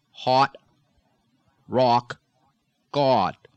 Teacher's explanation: In New England, it's going to focus on the palate, and then the lips sort of come forward loosely and round · Term: short O